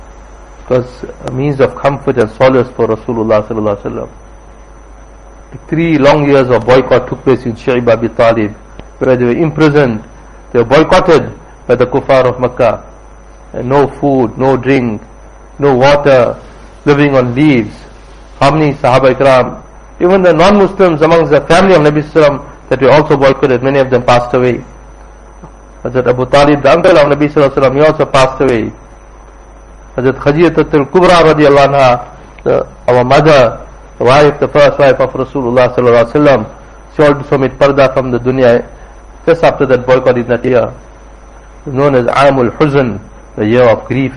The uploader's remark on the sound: Jumuah lecture at Rockford Musalla